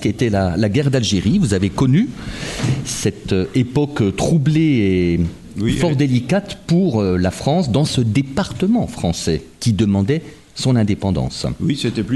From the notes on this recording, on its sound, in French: Cette émission a été enregistrée en public à la Bibliothèque municipale de Semur-en-Auxois (Côte-d’Or).